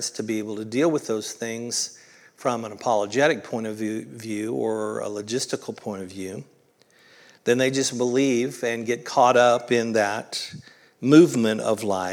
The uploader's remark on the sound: originally recorded at Palestine Church of Christ on June 4th, 2023.